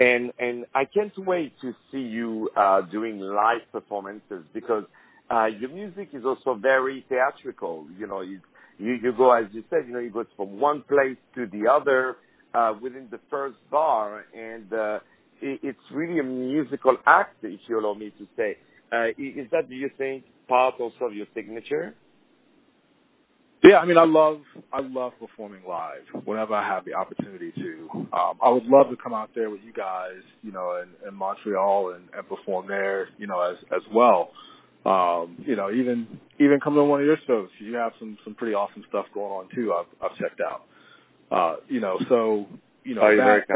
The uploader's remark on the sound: On the phone